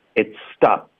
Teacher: Stop 结尾的 p 音，嘴唇合上导致停顿。